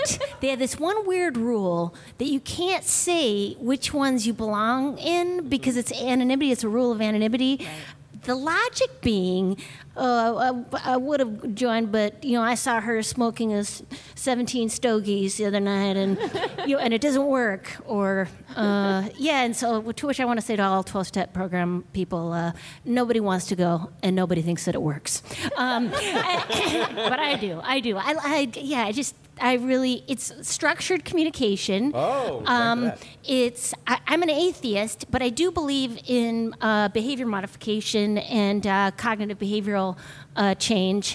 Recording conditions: busy venue